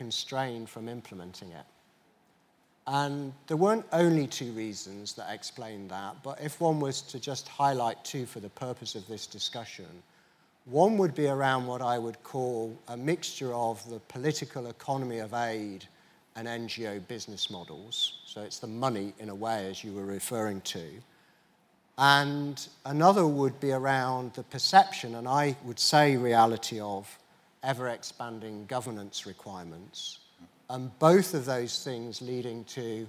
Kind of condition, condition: setting, live audience